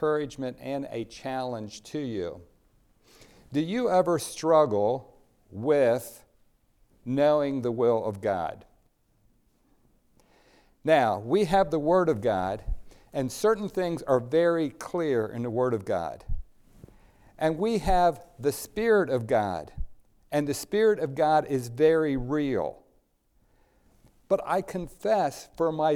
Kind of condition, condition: setting, large echoing room